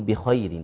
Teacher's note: طيب قول الحق تبارك وتعالى بخير، نخلي بالنا من استعلاء الخاء مع صفة التفخيم، ثم بعد ذلك هيئة ترقيق الياء مع الراء